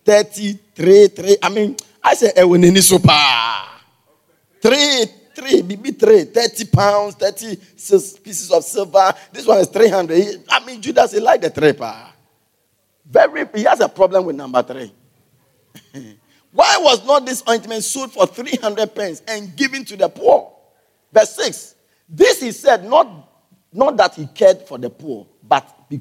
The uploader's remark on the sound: Preached at the Everlasting Father Cathedral